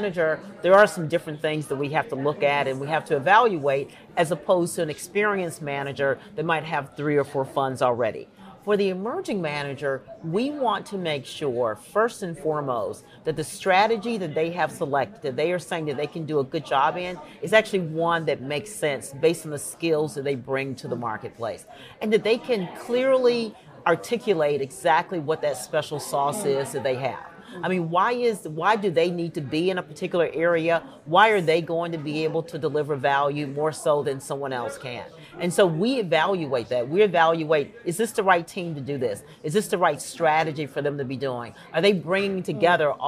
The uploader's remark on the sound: our interviews at international private equity conference Ipem 2020, held in Cannes